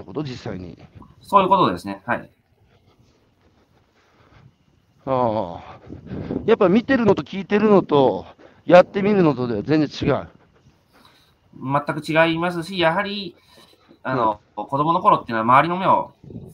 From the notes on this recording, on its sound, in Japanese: 歩きながら1時間、対談する